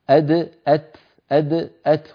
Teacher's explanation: الدال والتاء حرفان متجانسان، يعني من المخرج نفسه